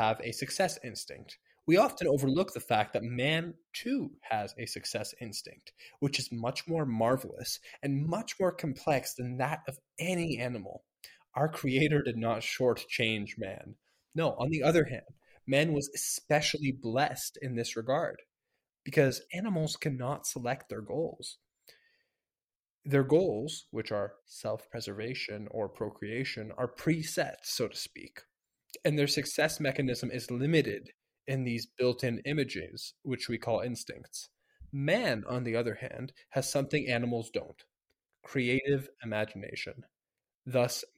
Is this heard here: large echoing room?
no